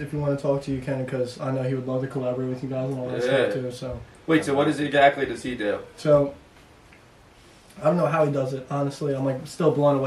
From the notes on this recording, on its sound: Some technical difficulties with the audio